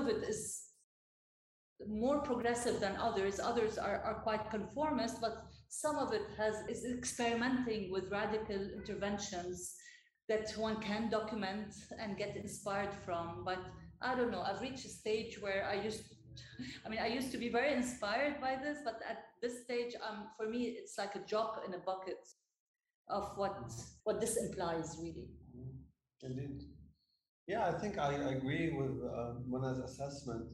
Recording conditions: poor sound quality